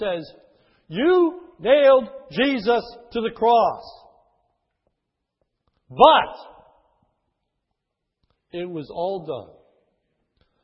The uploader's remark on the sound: His is a sermon recorded at the Lebanon Bible Fellowship Church, in Lebanon, PA, on 12/19/2010 during the morning service.